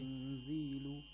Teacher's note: This is the first stage. You get rid of the place of articulation of noon. The second stage is that you have to approximate the place of articulation of the letter after the nun sakina. · Term: ikhfa